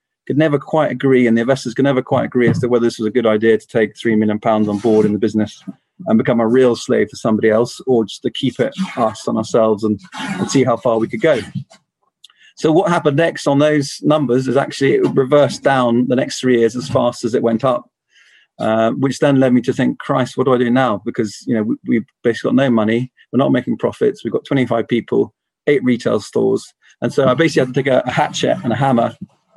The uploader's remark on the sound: This podcast is recording of a Beyond Radley event - virtual talks by experts from the Radley community.